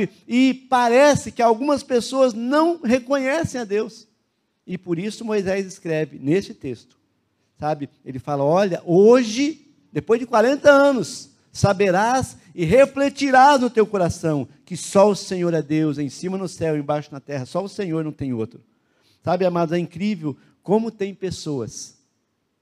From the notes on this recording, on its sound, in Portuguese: Em nosso Culto de Celebração. Na Igreja ABA Curitiba (Transmitido ao vivo).